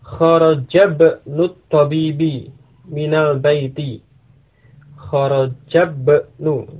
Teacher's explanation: Jadi dari kharaja kemudian langsung ke masuk ke ba-nya karena hamzahnya tidak diucapkan. · Term: hamzah wasal